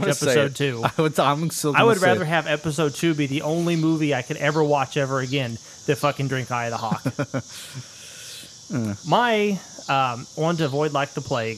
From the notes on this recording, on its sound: This was recorded outside while making beer. It's balls ass hot, like heat index of 110, and the cicadas serenade us throughout.